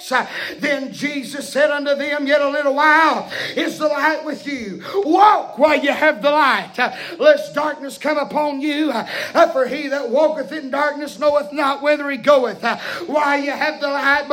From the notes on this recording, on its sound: preaching Live from Still Water Baptist Church